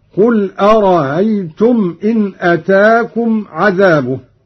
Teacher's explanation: بتسهيل الهمزة الثانية من أرأيت الاستفهامية هكذا: قل أرأيتم إن أتاكم عذابه.